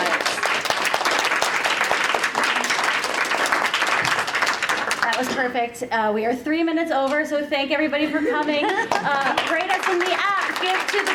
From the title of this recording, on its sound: WAW Dragon Con Panel